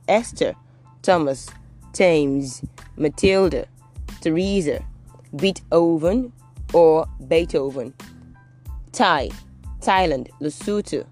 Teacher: you know you're not meant to say the TH sound. You're only meant to say T for any of them.